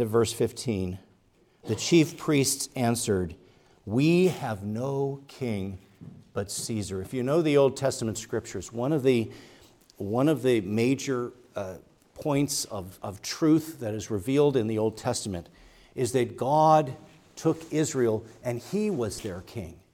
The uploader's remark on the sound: preached at Grace Orthodox Presbyterian Church in Sewickley, PA, during the morning Worship Service on Sunday, January 7, 2024